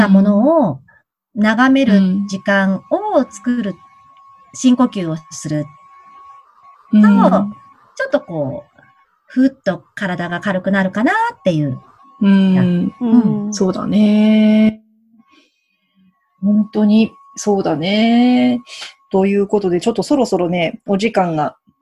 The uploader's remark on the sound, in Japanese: 今回は、Zoomでお茶会！